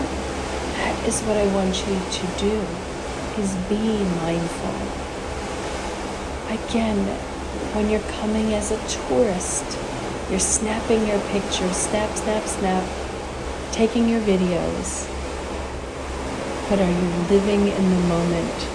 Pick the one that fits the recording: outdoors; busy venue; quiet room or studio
outdoors